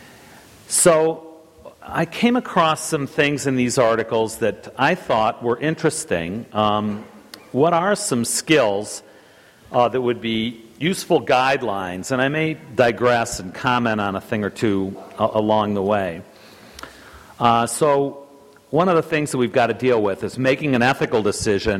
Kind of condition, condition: setting, live audience